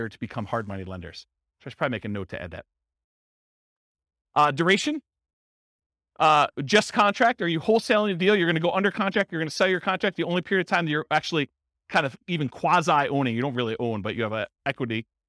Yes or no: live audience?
yes